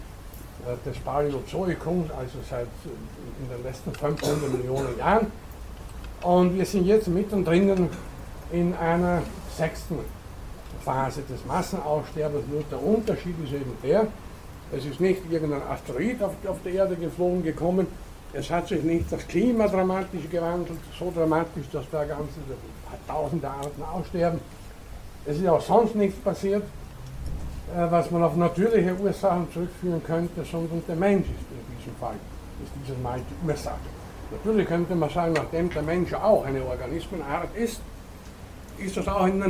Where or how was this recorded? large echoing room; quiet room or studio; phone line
large echoing room